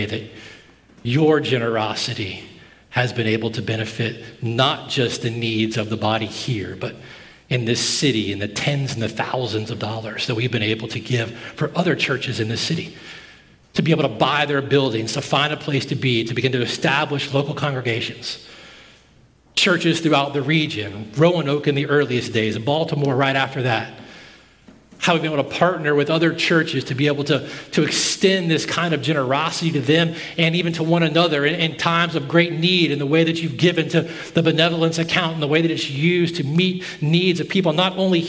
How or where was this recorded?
large echoing room